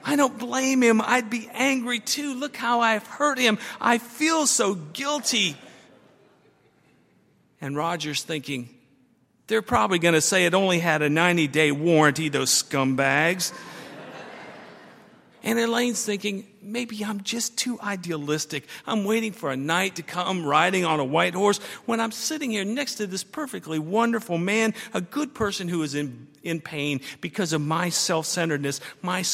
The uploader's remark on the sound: at Highland Baptist Church.